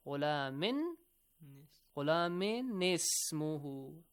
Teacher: the tanwin kasra will be pronounced as nun with kasra. And Noon with Kasra will be joined to the next letter after Tanween, after Hamzatul Wasl.